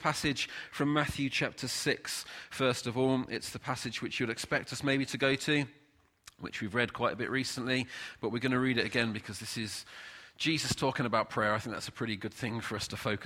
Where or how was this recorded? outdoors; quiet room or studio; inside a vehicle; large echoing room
large echoing room